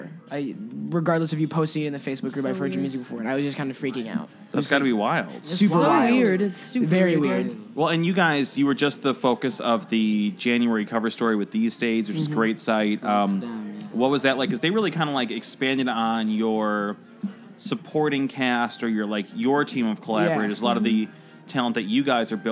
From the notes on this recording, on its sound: broadcast live at Virgin Hotels